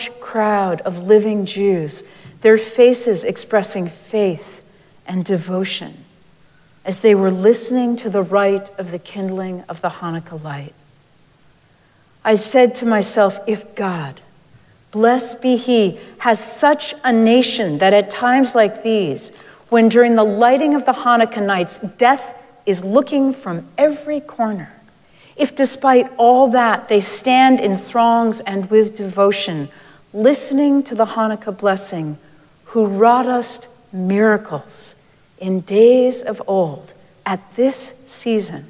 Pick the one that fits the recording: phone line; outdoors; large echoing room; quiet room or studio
large echoing room